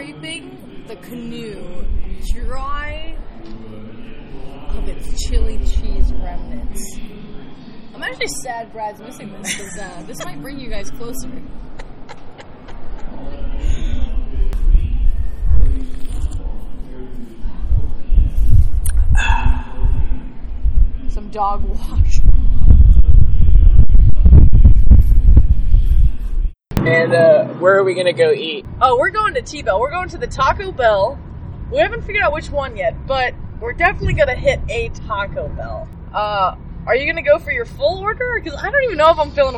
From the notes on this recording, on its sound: Another experimental/exploratory episode for which we apologize for lower sound quality.